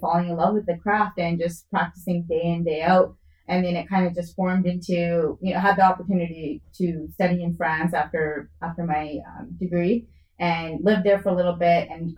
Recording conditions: poor microphone